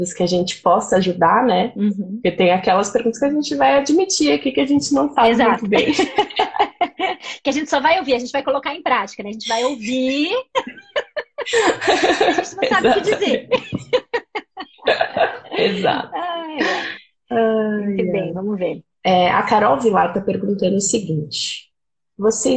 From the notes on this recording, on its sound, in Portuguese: uma live no seu Instagram regada a café